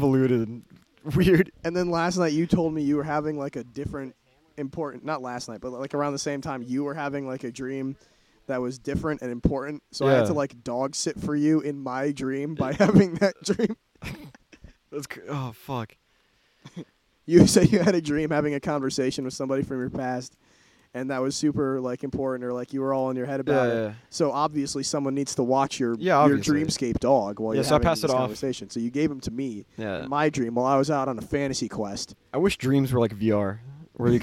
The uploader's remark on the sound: The boys tried to drunkenly record an episode, but the weather didn't agree for long, so enjoy this short of the lads hanging out in the rain.